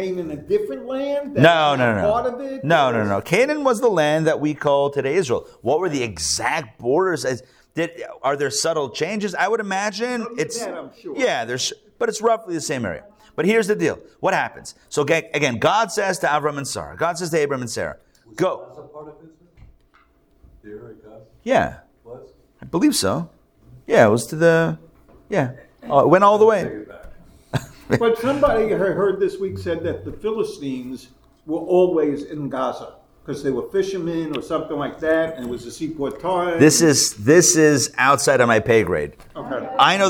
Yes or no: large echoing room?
yes